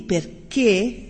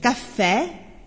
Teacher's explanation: In realtà, sulle vocali finali, questo si nota solo con la E. La E di perché, sentite che è una E chiusa, e quindi vuole un accento acuto. E invece caffè è una E bella aperta e vuole un accento grave.